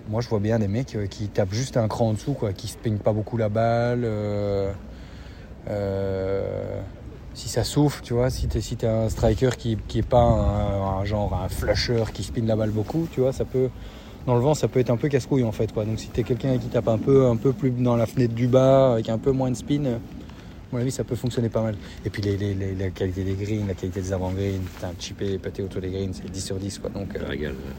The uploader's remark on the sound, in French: Enregistré depuis le prestigieux club house du Royal Liverpool